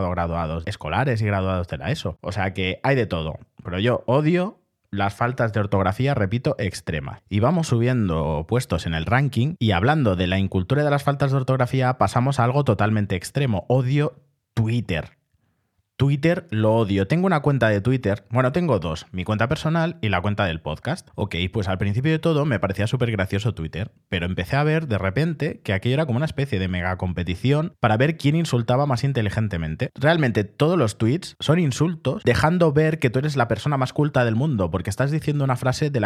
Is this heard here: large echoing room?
no